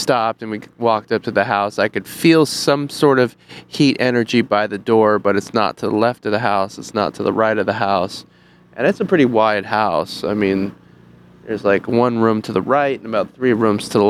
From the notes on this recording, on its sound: Spooks and Spirits Live from The Whaley House in Oldtown San Diego. Live from the porch of the Whaley House at 1am.